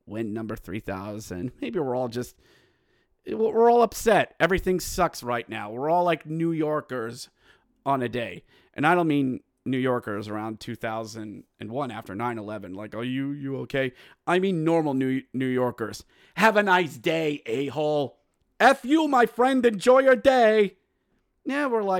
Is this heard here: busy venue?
no